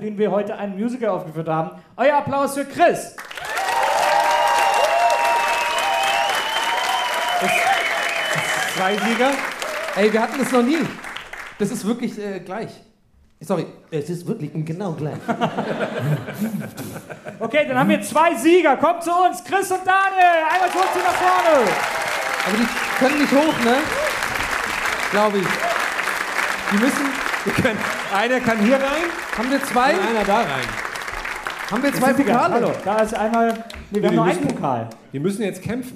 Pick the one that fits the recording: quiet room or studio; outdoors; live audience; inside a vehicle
live audience